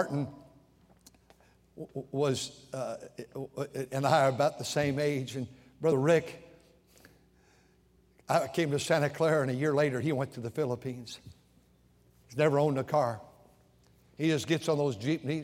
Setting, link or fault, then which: setting, large echoing room